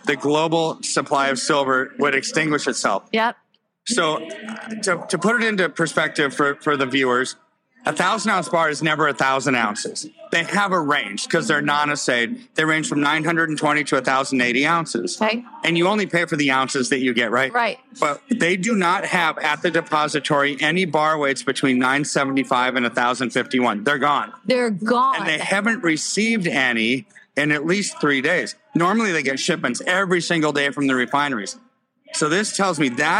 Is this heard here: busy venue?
yes